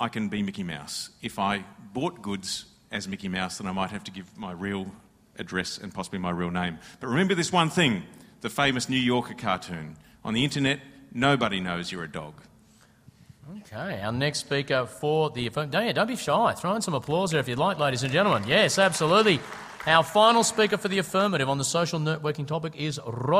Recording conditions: live audience